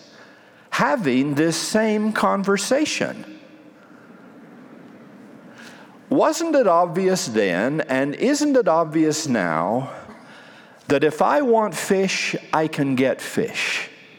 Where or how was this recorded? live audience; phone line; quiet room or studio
live audience